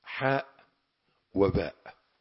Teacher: حاء من أقصى الحلق من اللهاء وباء من الشفتين